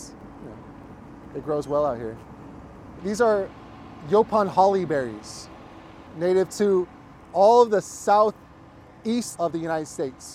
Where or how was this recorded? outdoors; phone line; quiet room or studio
outdoors